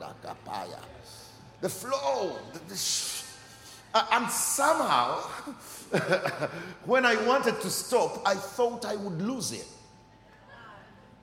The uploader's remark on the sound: Recorded during our 9am service